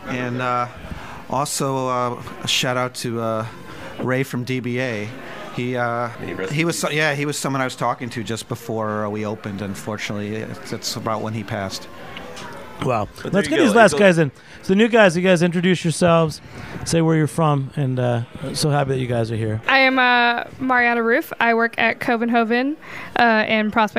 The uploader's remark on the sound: recorded during NYC Beer Week 2019 at Brooklyn craft beer stronghold The Gate